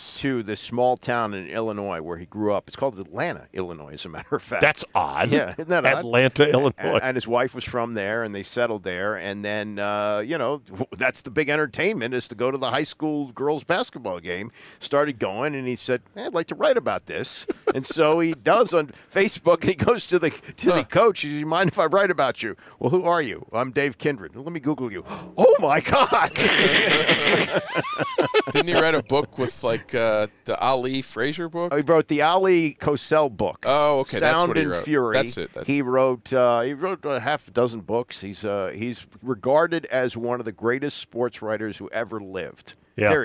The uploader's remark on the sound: join me in the van to discuss